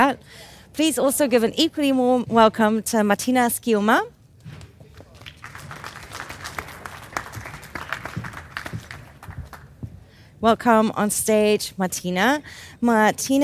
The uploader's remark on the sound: 202030 – The Berlin Fashion Summit’s panel on Transparency in Value Chains.